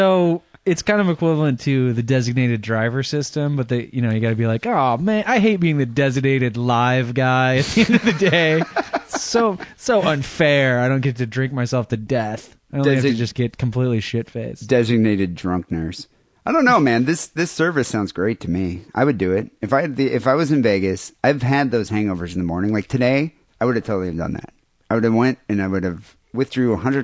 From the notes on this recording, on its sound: Phone calls to the SW Drunk Dial line.